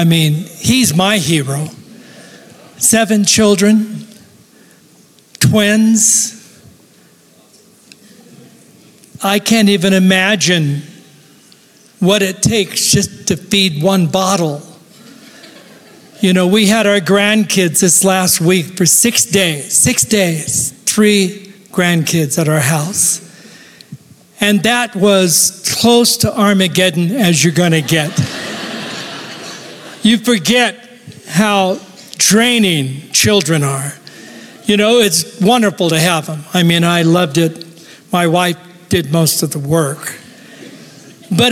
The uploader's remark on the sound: Recorded live at Capital Church in Meridian, Idaho